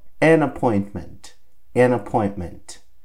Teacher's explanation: a gente vai juntar, ó, an e appointment. Como se nós estivéssemos juntando uma palavra só.